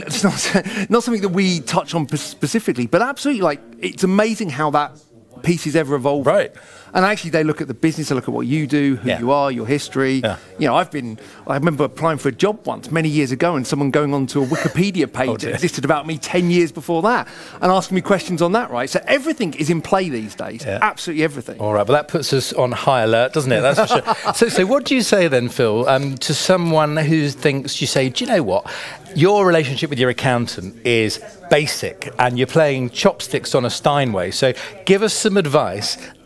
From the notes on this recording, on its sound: Spoke on the first day of Elite Business on 10 March for the Financial Management panel discussion.